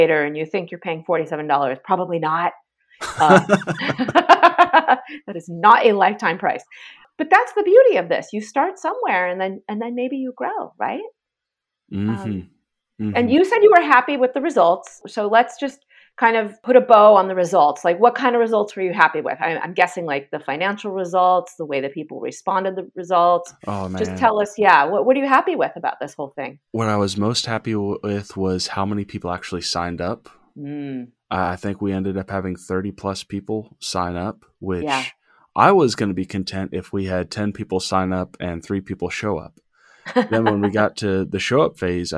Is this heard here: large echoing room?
no